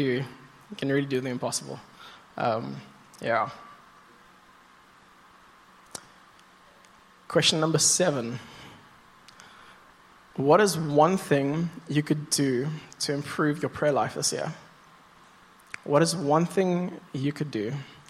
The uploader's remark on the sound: Sunday Sermon. At Joshua Generation Church Wellington PM congregation.